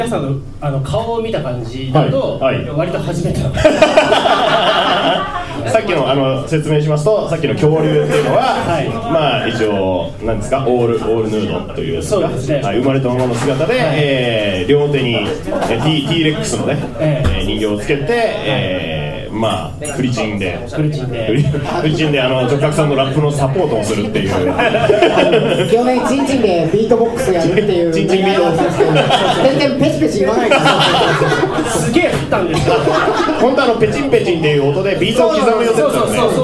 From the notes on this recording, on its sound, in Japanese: 渋谷アシパンで行われたブートレグサイエンス外伝での公開収録バージョンでお届けします。